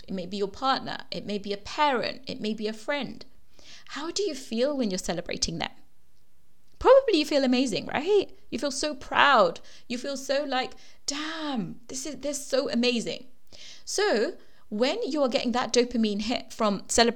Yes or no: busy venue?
no